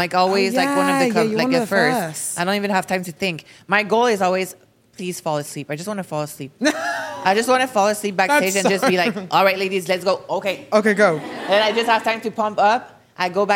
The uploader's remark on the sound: Coming to you live from Miami! This episode is one we filmed at our live event at the start of September.